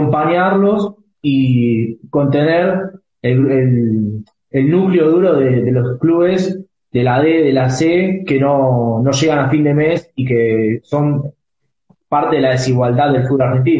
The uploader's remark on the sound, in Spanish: una entrevista desde Instagram Live